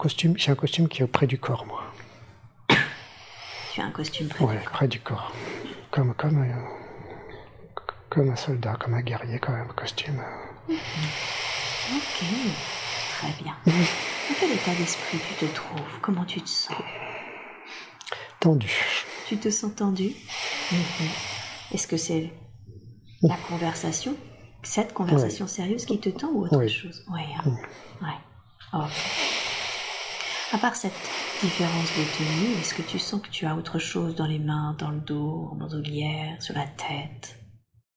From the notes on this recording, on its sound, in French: Séance de démonstration d’Hypnose Transpersonnelle® lors de la formation de Bordeaux. Certains bruits de fond (environnement et stagiaires) se font donc entendre.